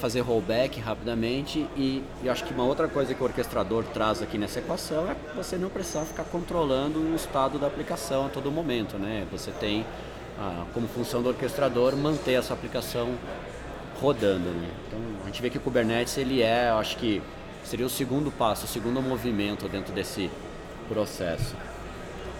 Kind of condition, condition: setting, busy venue